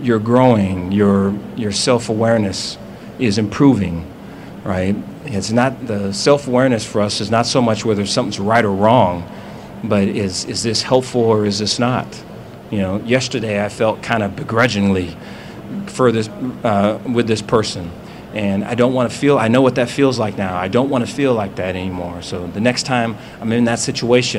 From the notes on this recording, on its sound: press conference at Big 12 Football Media Days